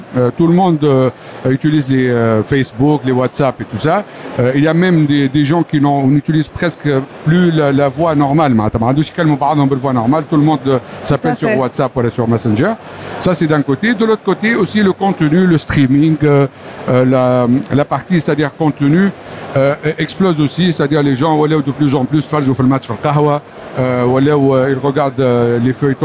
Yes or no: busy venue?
yes